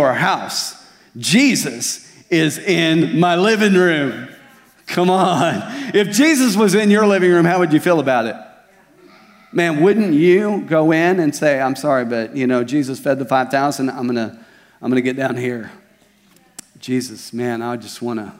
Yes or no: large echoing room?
yes